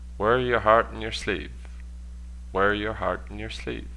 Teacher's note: The main stress is on wear, heart, and sleeve.